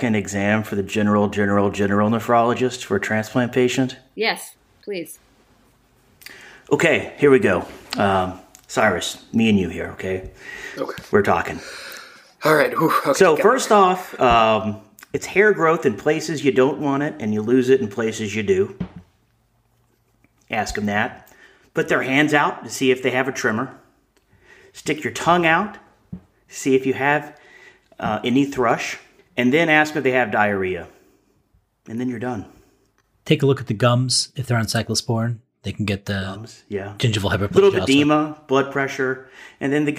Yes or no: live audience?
no